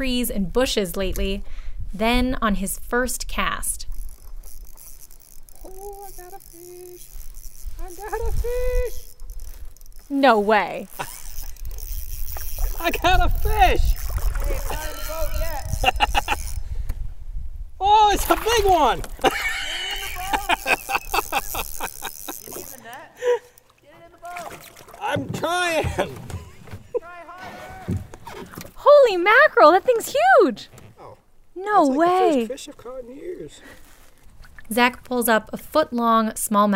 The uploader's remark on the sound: An audio postcard from a canoe camping excursion on Lower Saranac Lake